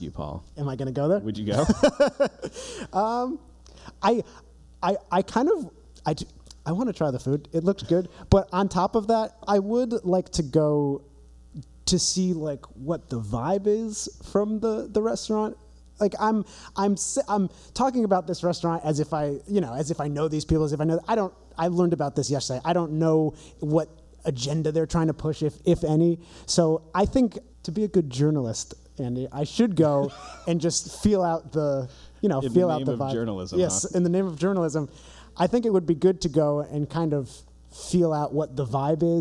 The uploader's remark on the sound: This week The Bearded Vegans present a very special live episode recorded in front of an audience at the Compassionfest Holiday Bazaar in Hamden, CT.